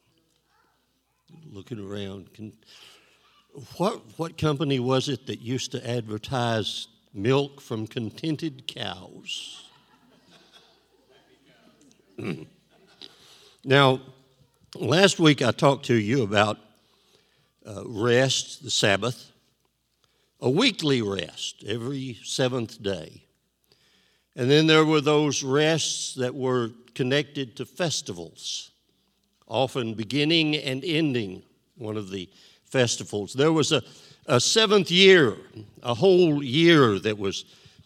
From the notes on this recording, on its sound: This JAT was recorded live on May 8th, 2022 at Newark United Pentecostal Church.